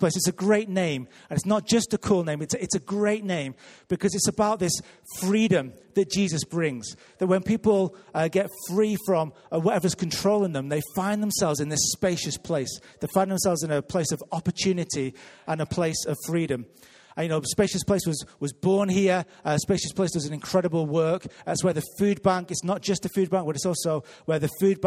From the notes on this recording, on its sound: Recorded live at Life Church Lancashire on 10th February 2019.